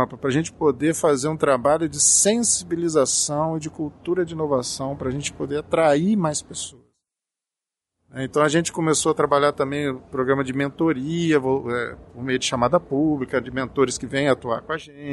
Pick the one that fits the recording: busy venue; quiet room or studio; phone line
busy venue